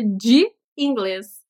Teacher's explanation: E não tem nem o som do D direito nem do E, né? Porque de é uma mistura de D com J, daí vem o I ali